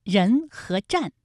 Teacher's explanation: 人的前鼻韵母是恩，战的前鼻韵母是安 · Term: 前鼻音